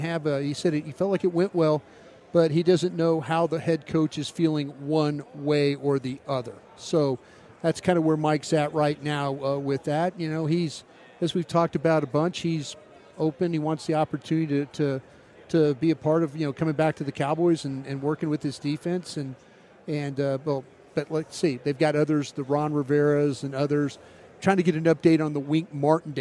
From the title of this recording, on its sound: live from Super Bowl Radio Row